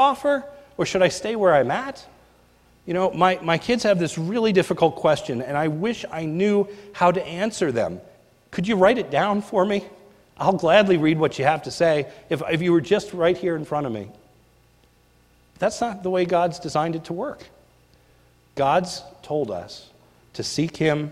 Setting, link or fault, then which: setting, large echoing room